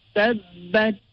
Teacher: The ta holding a sukun will now bring out a quality of ham. Ham means a whisper, or it refers to the fact that air will flow when pronouncing this letter.